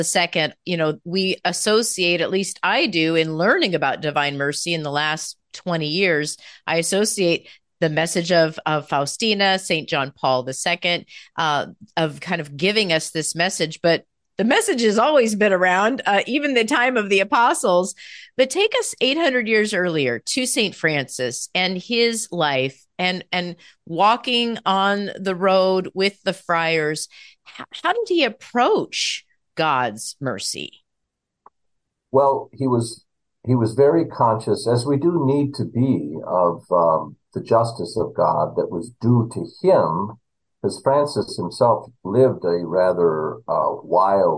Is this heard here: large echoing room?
no